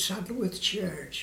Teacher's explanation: The speakers from the oral history recordings often say words like church with an R sound in them